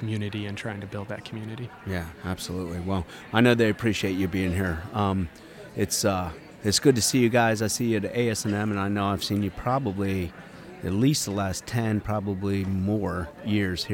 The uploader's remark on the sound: Live From ASET 2023!